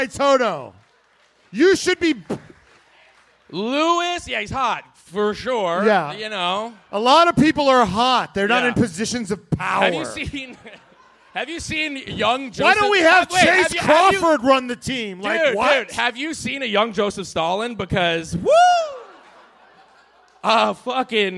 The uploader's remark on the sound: 2023 USGP LIVE SHOW IN AUSTIN. The guys recorded LIVE at the Vulcan Theater.